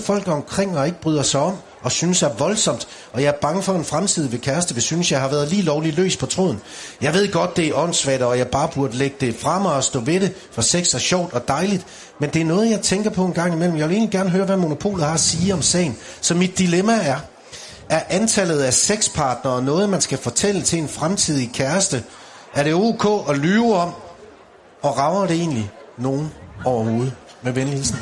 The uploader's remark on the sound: På P4 live fra Sherwood.